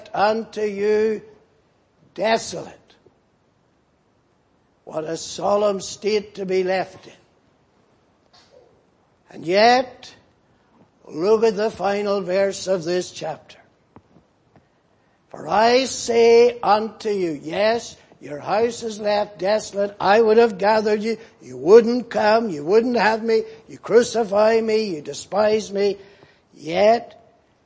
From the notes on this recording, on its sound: Preached in Grafton. At the Lord's Day Morning service on 5th May, 2019.